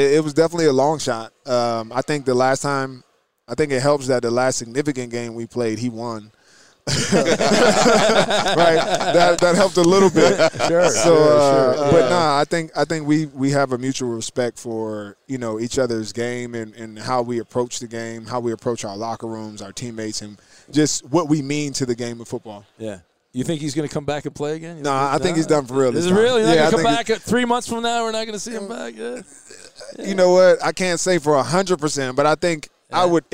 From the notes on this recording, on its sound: Live from Super Bowl Row